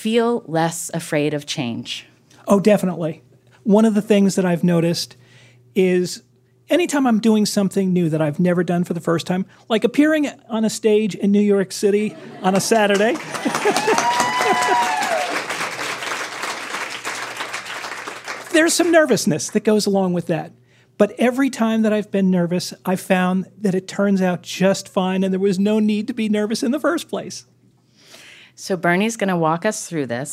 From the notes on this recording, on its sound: A show we hosted at Caveat in Manhattan. Throw ourselves an in-person goodbye celebration. A show we hosted at Caveat in Manhattan.